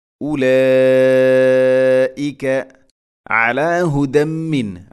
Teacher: അല ഐൻ തൊണ്ടയുടെ മധ്യഭാഗമാണ്. അല എന്ന് ഉച്ചരിക്കരുത്, ഉലൈക അല അല്ല.